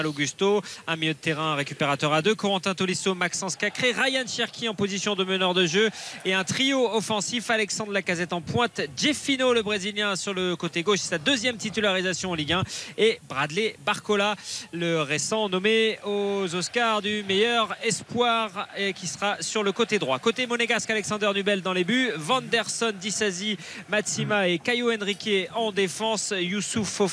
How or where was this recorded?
busy venue